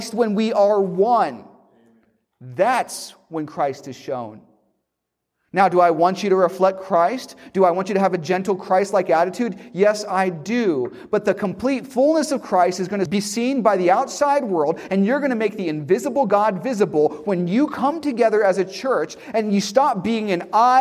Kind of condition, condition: setting, large echoing room